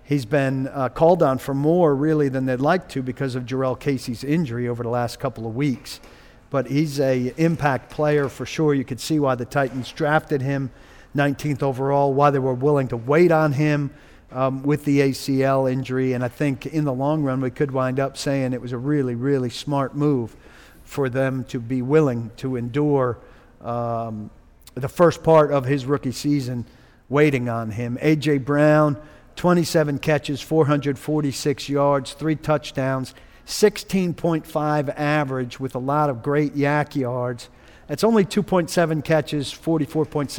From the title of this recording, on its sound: Live From Dawghouse Saloon